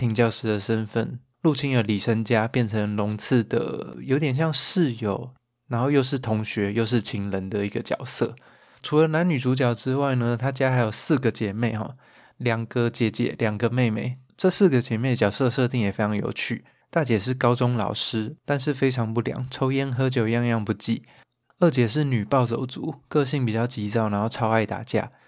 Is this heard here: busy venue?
no